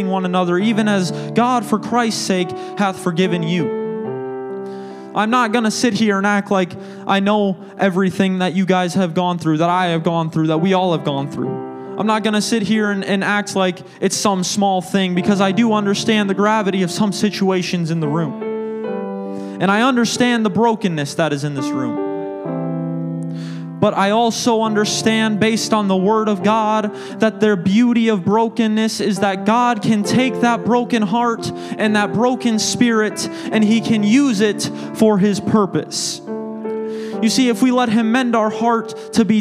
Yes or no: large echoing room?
yes